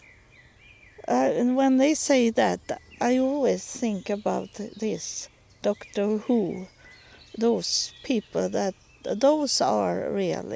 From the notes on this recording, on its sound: Recording in the park